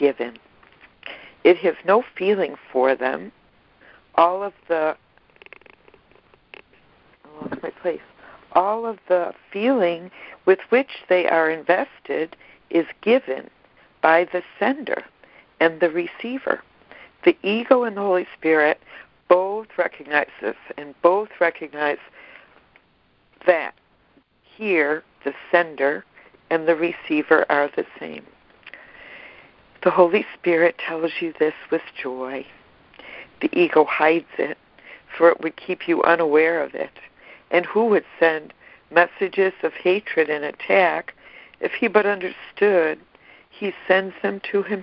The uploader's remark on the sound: ACIM Daily Conference Call